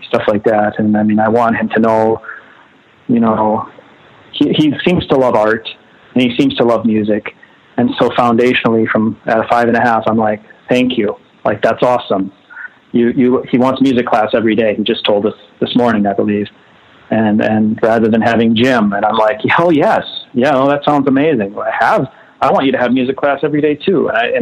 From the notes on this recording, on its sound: We hang out one afternoon on the phone